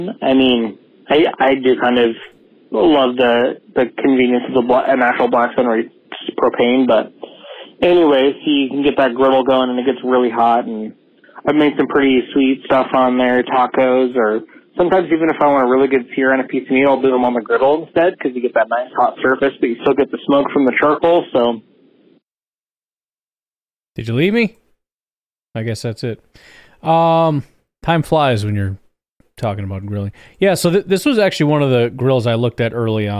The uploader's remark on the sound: Call-in show. Hear from fans voicing their opinions.